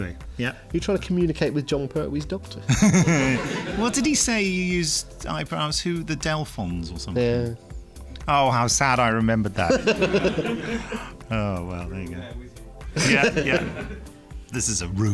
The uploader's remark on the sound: The podcast team report in live from Big Finish Day 3, where a lone Dalek marauds the corridors.